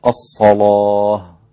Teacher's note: غلظ اللام في كلمة الصلاة الإمام ورش فيكون النطق هكذا الصلاة هكذا.